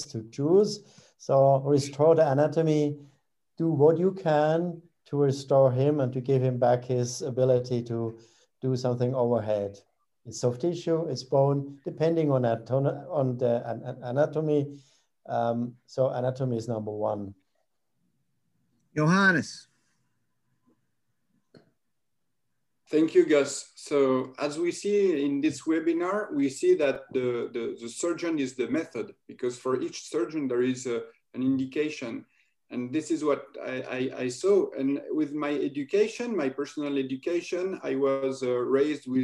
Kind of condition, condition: link, video call